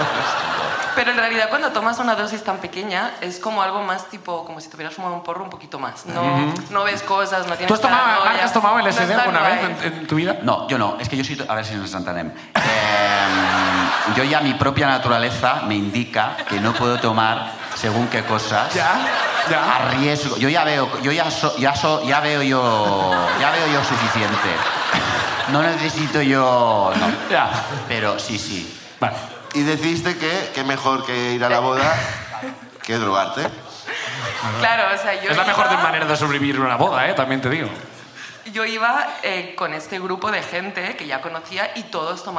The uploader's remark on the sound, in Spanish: El público sube a contarnos